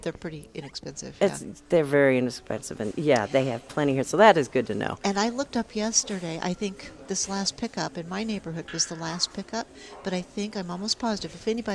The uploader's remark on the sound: Live at Prairie Gardens